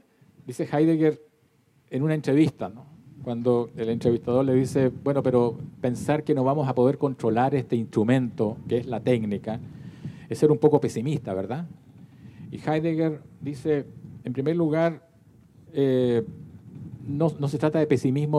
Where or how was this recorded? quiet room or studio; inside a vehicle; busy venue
busy venue